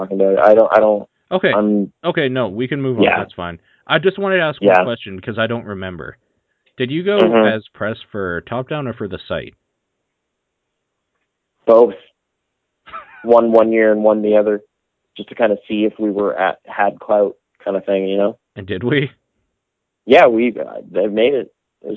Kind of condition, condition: link, phone line